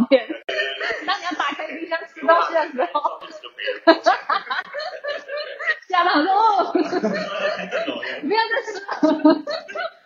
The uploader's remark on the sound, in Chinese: 因疫情關係遠端錄音，追求完美音質者可以不要聽沒關係。